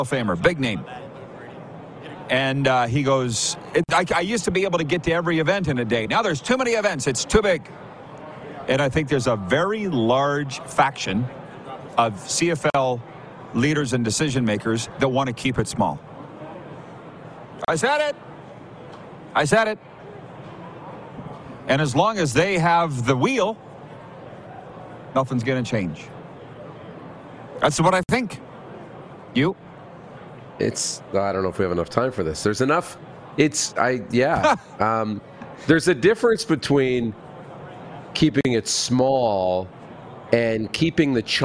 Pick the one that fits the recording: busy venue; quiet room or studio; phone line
busy venue